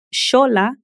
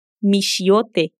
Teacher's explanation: Mas existem ainda hoje algumas palavras que são escritas com X e que mantêm o som de SH. Isso acontece no México e em outras regiões da América em palavras de origem náhuatl, que é uma língua nativa dessa região desde muitos anos.